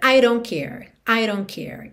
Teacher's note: I don't, esse D de don't pode virar rarara.